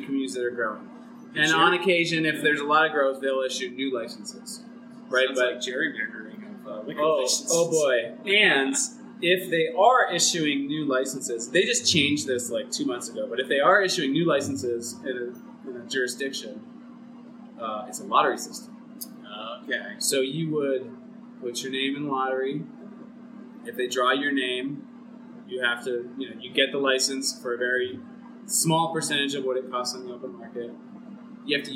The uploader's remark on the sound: This interview was done on location. That makes the sound quality a bit challenging.